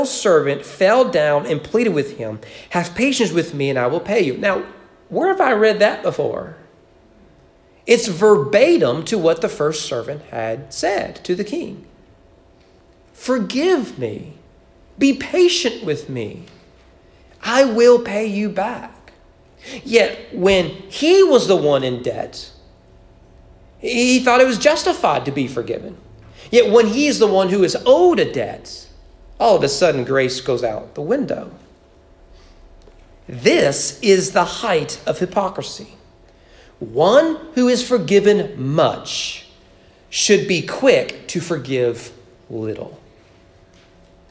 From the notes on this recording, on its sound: Sermon preached at East Frankfort Baptist Church. During morning worship.